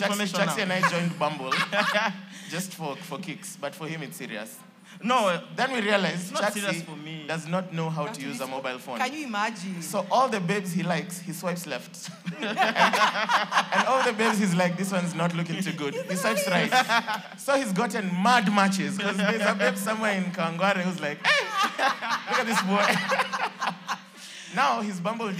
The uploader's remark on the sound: Their first live audience recording comprising 30 avid listeners of the show.